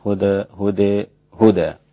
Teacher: إذا وقفت على هدى أملتها للإمام حمزة والكسائي وخلف، وقللها الإمام ورش · Term: الإمالة